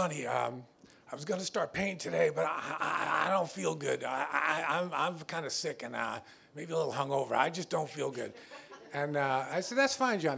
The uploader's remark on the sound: This track was recorded in front of a live audience in Provincetown, Massachusetts on June 4th, 2017. As a benefit for the annual Swim for Life.